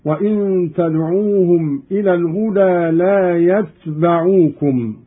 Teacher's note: قرأ قالون بإسكان التاء مخففة وفتح الباء هكذا: وإن تدعوهم إلى الهدى لا يتبعوكم.